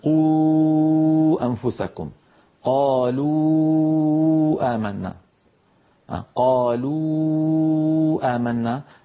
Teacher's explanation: تخرج الواو بانضمام الشفتين في الواو مع ارتفاع أقصى اللسان